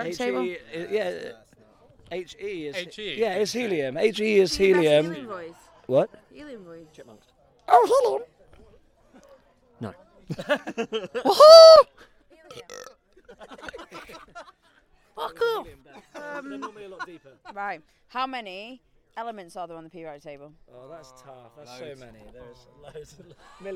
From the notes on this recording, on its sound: For a quick chat after they played at RockWich Festival 2022. For a quick chat after they played at RockWich Festival 2022 on possibly the smallest stage they've ever played on!